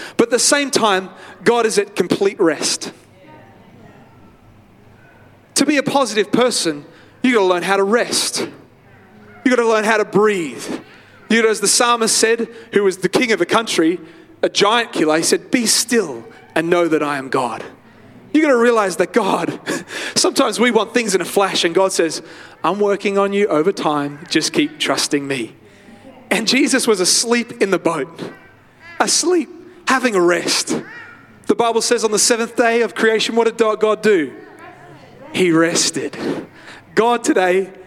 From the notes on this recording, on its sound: live at Freshwater Church